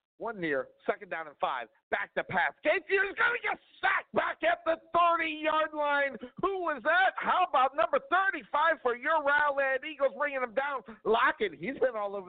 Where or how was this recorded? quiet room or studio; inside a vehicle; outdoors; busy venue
busy venue